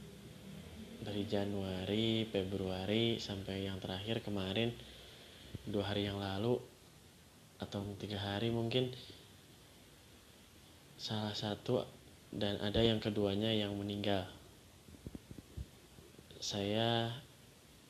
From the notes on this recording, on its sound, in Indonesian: kalau kualitas suaranya ga sebagus sebelumnya, maaf ya